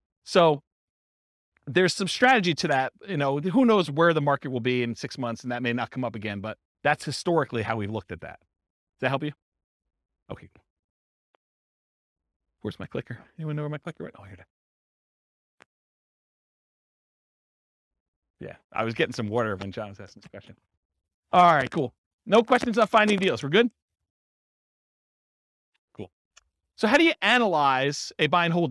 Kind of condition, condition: setting, live audience